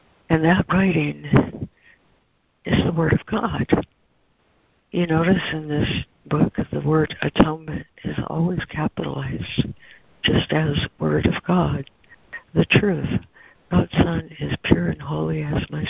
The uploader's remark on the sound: ACIM Daily Conference Call.